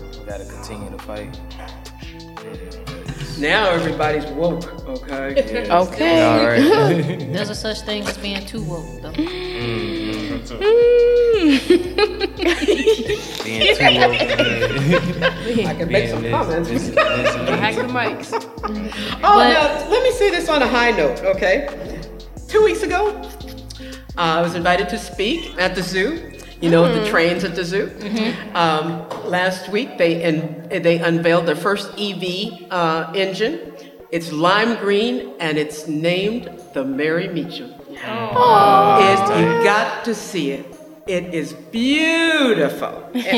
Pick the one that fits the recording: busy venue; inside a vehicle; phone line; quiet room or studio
busy venue